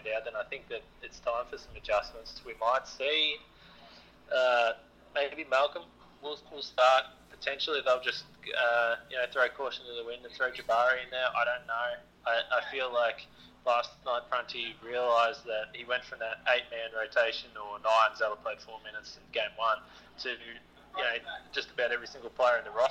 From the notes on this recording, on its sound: gets on the phone